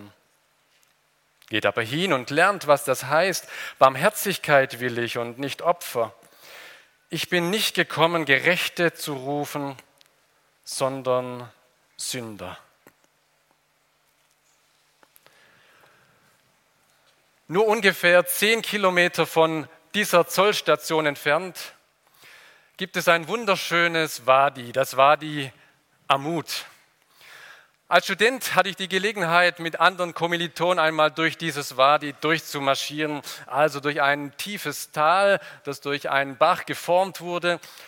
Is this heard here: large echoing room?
yes